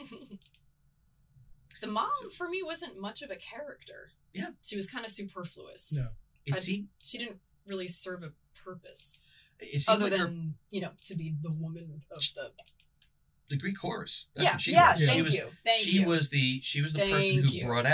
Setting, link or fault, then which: fault, poor microphone